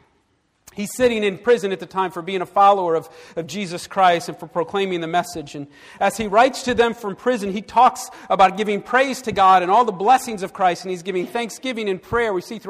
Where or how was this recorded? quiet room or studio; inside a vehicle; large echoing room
large echoing room